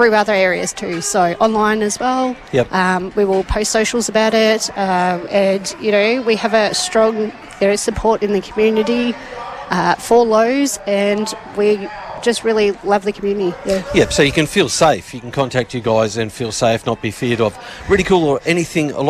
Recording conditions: outdoors